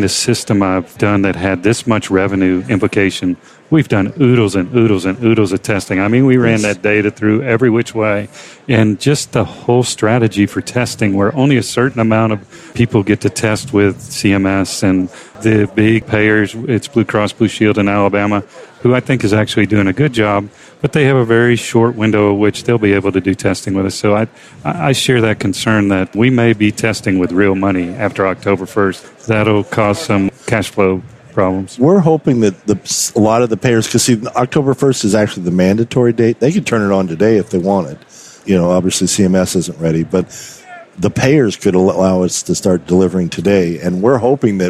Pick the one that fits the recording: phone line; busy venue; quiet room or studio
busy venue